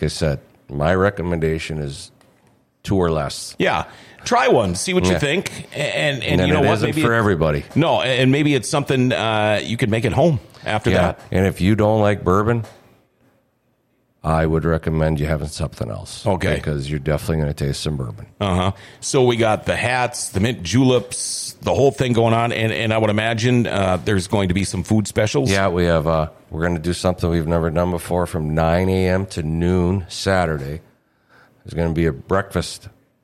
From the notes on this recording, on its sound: Rumors Sports Bar & Casino's big Kentucky Derby Party. Grandforksnd.